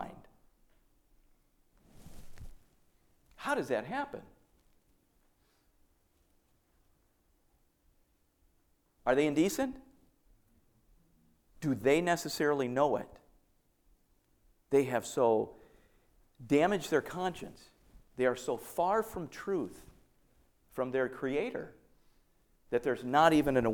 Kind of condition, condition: setting, large echoing room